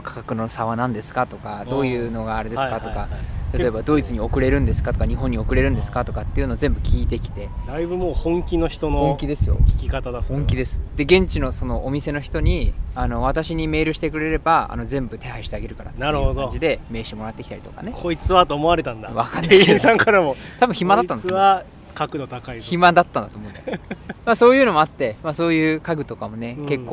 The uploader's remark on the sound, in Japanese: ツキイチ焚火ラジオ in ドイツ。ドイツで青空公開収録。